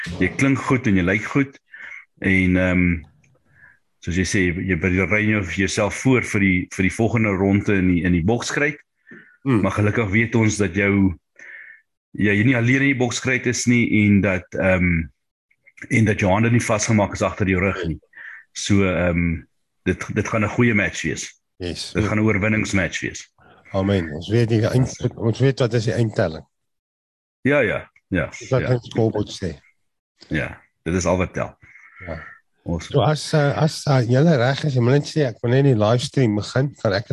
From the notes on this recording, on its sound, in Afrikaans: Manne van die Woord Zoom Byeenkoms